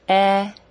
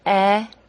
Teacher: The middle of your tongue is a little higher for the short I sound than it is for the short E sound.